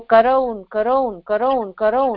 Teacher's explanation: कारण वो ऊ अ के बाद ऊ ओ बन जाता है A plus U makes O is a very common sandhi.